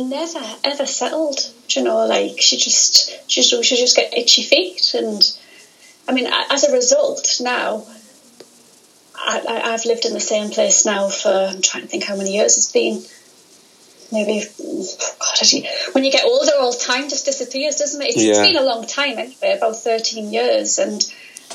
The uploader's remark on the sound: This interview was recorded via Skype